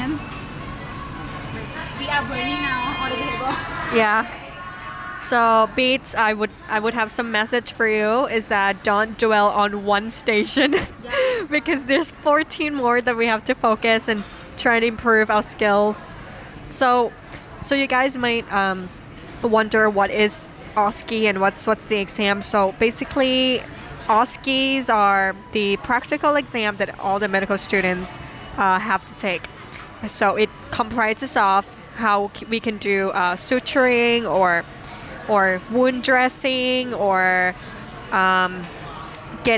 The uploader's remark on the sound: Live from BBQ table